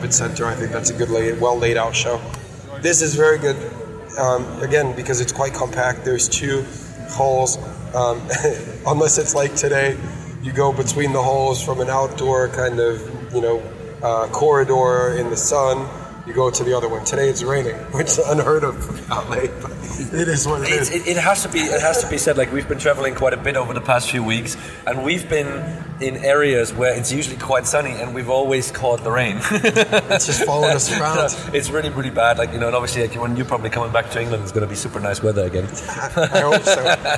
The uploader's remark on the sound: Live from the Volvo Stand on the LA Auto Show